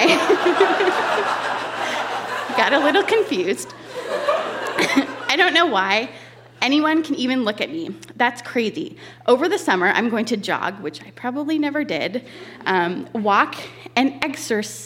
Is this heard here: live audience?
yes